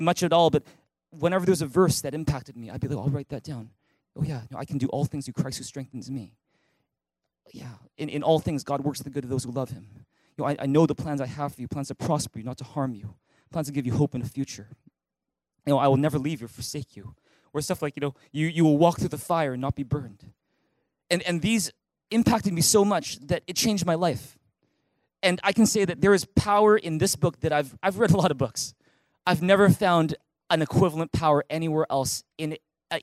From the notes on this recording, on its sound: At THRIVE Church Vancouver, Canada.